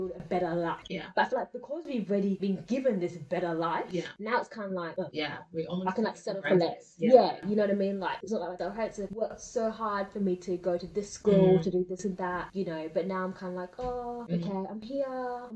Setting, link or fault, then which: fault, poor sound quality